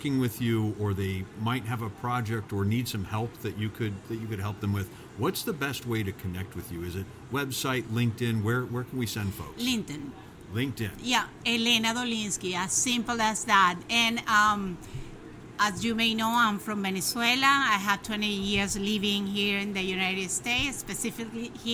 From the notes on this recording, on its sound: Podcast Zone at Franchise Expo South 2023. Today, we’re live in the Podcast Zone at Franchise Expo South in Fort Lauderdale, FL!